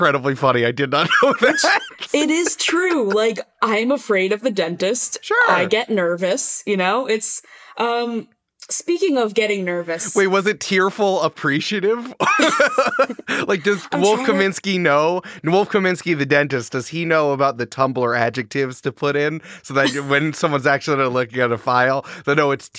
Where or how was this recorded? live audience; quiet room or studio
quiet room or studio